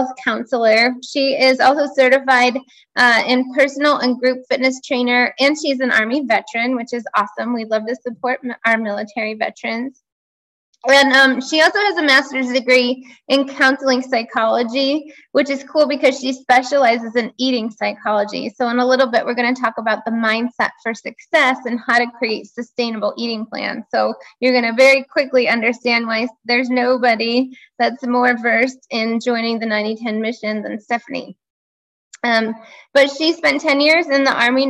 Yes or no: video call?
yes